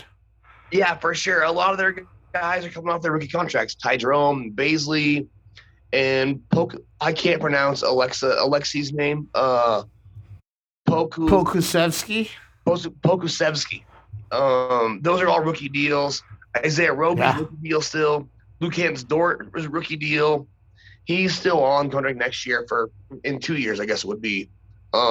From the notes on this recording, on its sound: Link up via zoom.